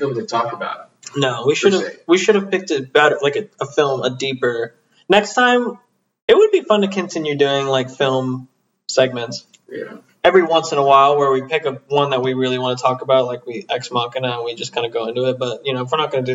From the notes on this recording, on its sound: True to form, the audio turned out poorly, but its audible enough.